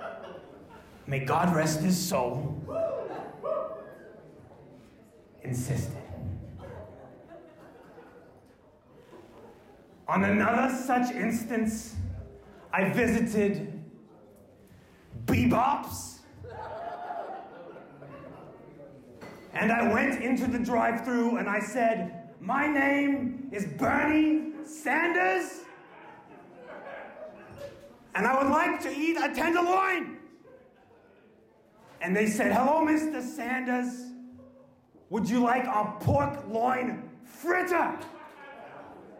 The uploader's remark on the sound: LIVE At TeeHee's Comedy Club (January 2020)